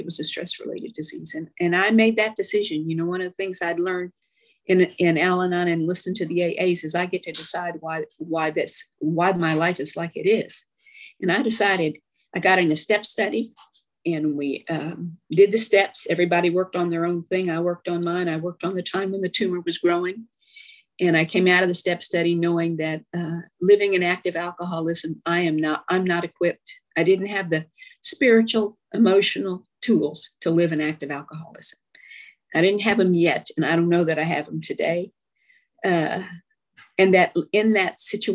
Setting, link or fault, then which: link, video call